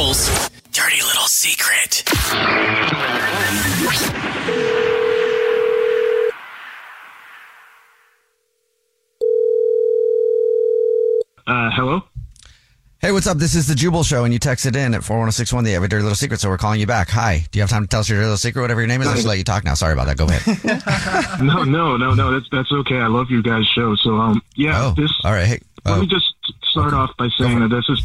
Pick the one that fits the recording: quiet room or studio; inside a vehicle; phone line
phone line